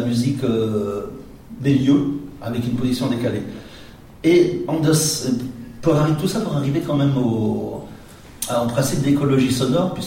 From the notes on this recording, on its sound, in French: Une intervention dans un colloque autour du Paysage sonore organisé parle CDMC et le Festival Détours de Babel à Grenoble.